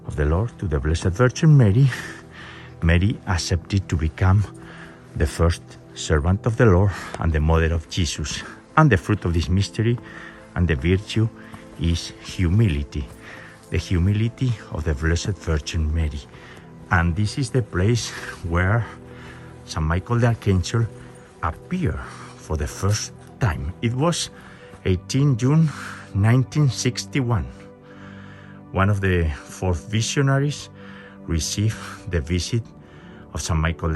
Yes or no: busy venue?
no